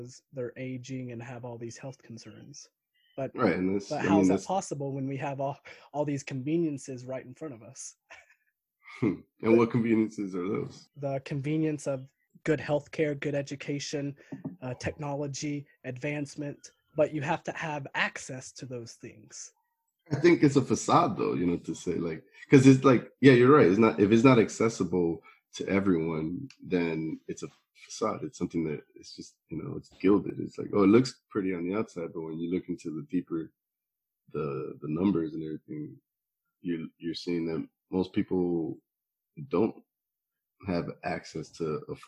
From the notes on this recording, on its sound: This conversation was pulled from a Zoom recording.